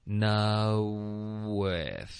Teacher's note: 结尾的双元音我们会有一个嘴唇会嘟起来 · Term: 连读